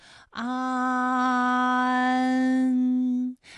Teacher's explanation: 起点元音是前低不圆唇元音啊，舌尖抵住下齿背，舌位降到最低，软腭上升，关闭鼻腔通路啊。那我们从前啊开始，舌面升高，舌面的前部抵住硬腭的前部。当两者将要接触的时候，软腭下降，打开鼻腔通路。紧接着，舌面前部与硬腭的前部闭合，使在口腔受到阻碍的气流从鼻腔里透出。口型由开到合，舌位移动比较大。安，哎，我把这个过程当中啊给大家发的细一些，大家可以仔细听我的发音哈，从前啊开始，安，哎，我发的比较慢。那实际我们发安的时候呢，不用这样的慢哈，让你感受到啊到呢的一个变化，直接我们发出安就 · Term: 前鼻韵母 an